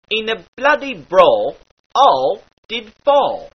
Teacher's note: the L sound in words like all is almost swallowed. Again, unless the sound is followed by a vowel.